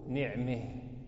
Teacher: الباب الأول الإمالة، هي نطق الفتحة بين الفتحة والكسرة